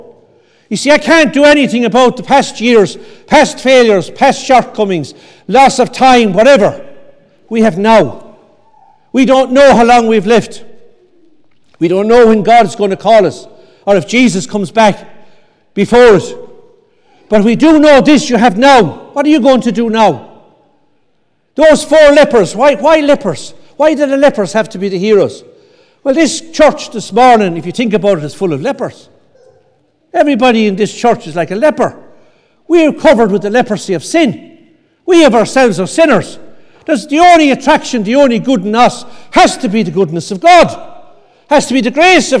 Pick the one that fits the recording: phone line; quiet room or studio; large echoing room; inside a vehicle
large echoing room